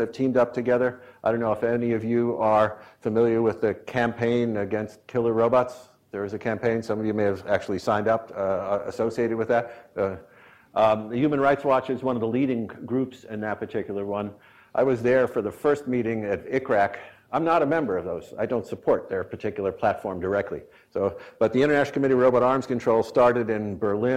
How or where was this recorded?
large echoing room